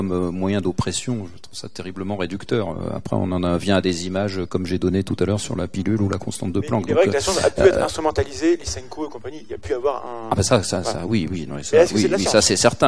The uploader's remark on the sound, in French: Enregistré au Museum-Aquarium de Nancy.